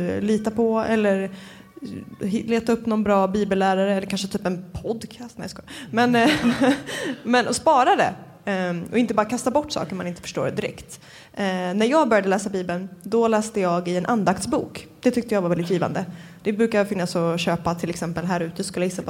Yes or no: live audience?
yes